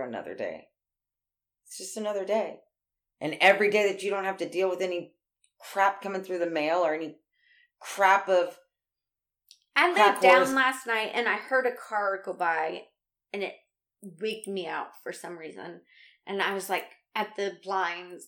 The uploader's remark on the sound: However, we overcompensated and boosted the volume up since it was hard to hear last time. This made the littlest noises pick up, and the biggest laughs peak. I once again tried to fix the problem, but it wasn't an easy job.